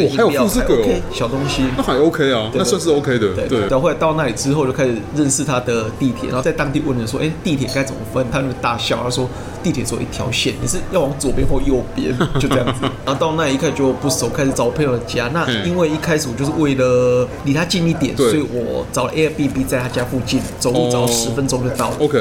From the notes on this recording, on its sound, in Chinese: 本集白噪音指數：蚊風級 1/5。錄音地點： BUZZ Cafe & Beer。